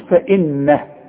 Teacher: النون لازم تغن لان عليها الشده، اذا عند الوقف وعند الوصل.